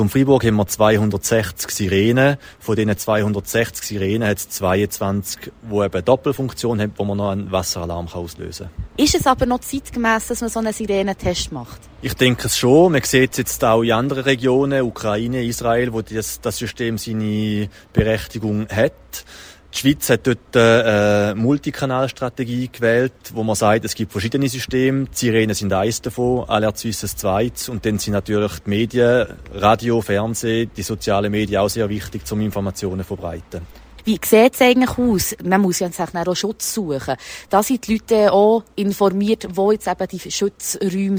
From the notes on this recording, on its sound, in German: Der jährliche Sirenentest fand heute statt, und wir waren live dabei.